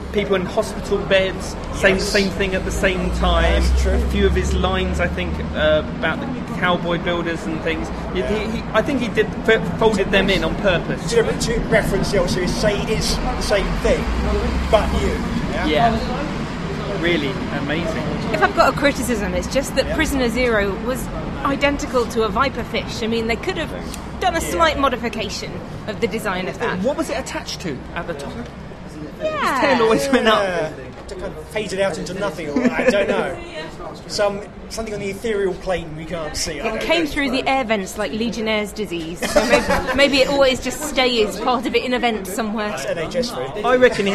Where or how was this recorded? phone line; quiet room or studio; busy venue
busy venue